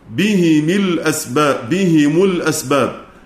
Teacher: فإن أبا عمرو يكسر الميم تبعا لكسر الهاء